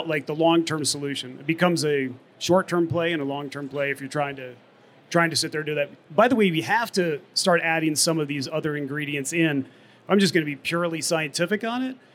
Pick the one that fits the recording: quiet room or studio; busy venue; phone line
busy venue